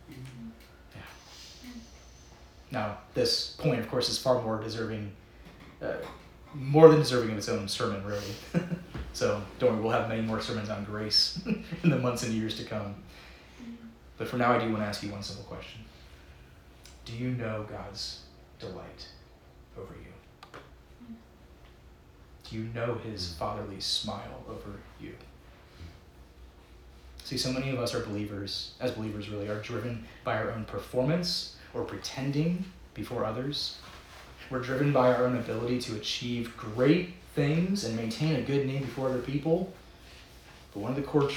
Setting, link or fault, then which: setting, large echoing room